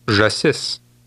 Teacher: Did you remember to stress the last part of that word?